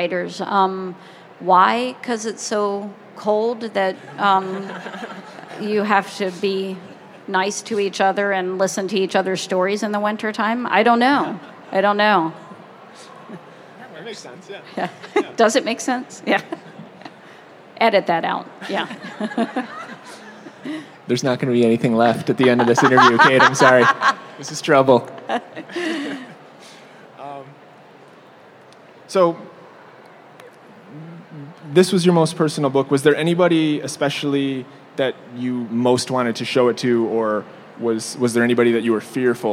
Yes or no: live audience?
yes